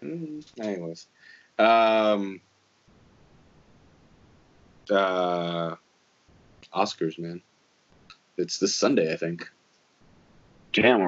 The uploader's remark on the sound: The Skype Episode. We thought we had our mics hooked up and everything but apparently not. Fortunately it did record thru our the computer mics. Sorry for the audio quality but it is what it is.